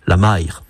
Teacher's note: À Guernesey, c'est même devenu une diphtongue, c'est-à-dire deux voyelles qui se succèdent dans une même syllabe